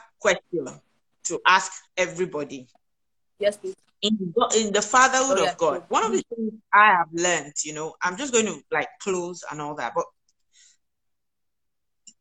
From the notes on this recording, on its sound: The Instagram live session